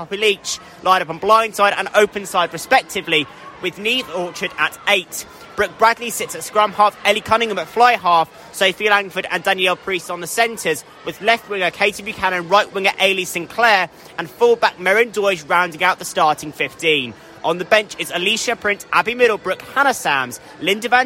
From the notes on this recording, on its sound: live from Sandy Park!